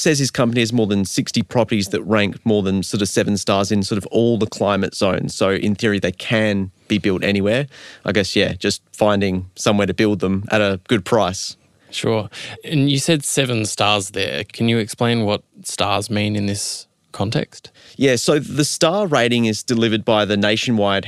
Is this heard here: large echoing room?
no